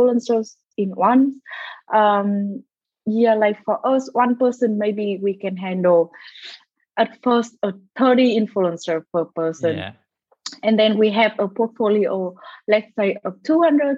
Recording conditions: video call